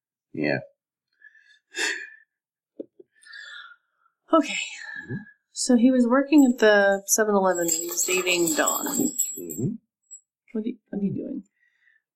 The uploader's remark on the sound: This recording had some issues with background buzz and suffered a loss of fidelity during the cleanup process.